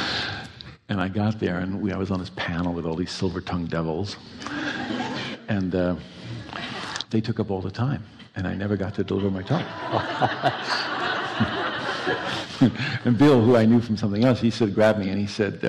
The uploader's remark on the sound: live on stage